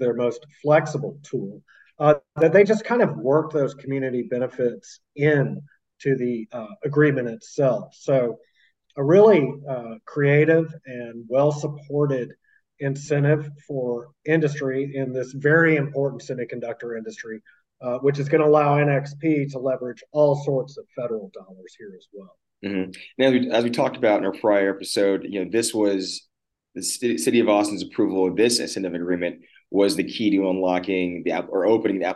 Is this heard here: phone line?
no